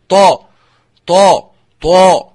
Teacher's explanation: فالطاء حرف قوي مستعل مطبق مقلقل